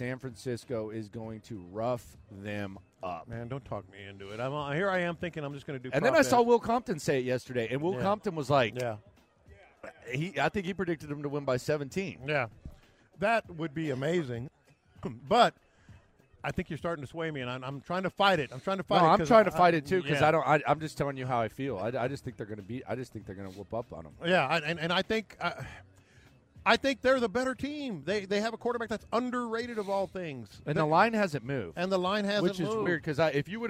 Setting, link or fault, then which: setting, busy venue